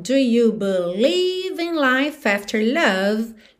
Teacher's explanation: Como é de life não é pronunciado, o F já juntou na vogal A de after